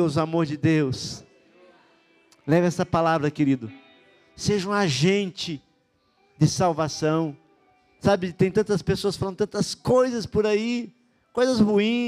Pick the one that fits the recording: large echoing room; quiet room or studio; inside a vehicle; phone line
large echoing room